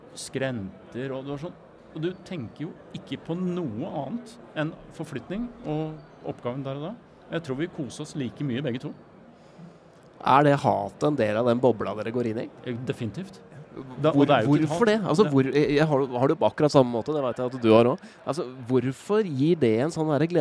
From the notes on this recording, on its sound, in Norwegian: Live fra Camp Villmark. Dagens episode ble tatt opp under Camp Villmark på Lillestrøm rett før påske. I en maratonpodkast som til slutt varte nesten fire og en halv time.